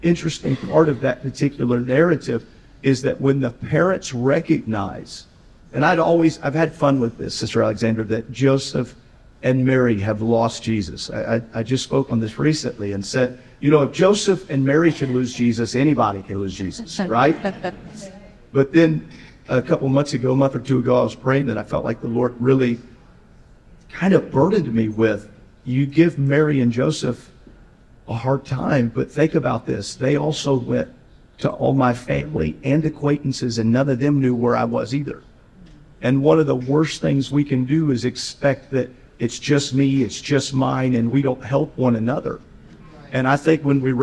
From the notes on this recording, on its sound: We join a seminar hosted at General Conference.